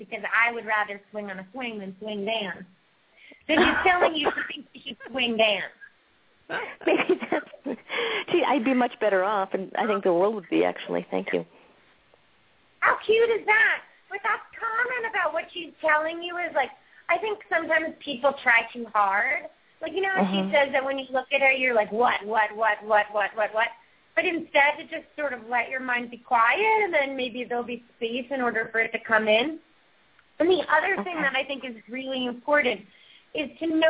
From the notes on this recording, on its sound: Open up the lines for listeners to call.